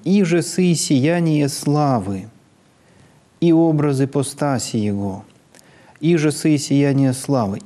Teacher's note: Опять «и» продлевается, на него падает побочное логическое ударение. А основное падает на слово «славы».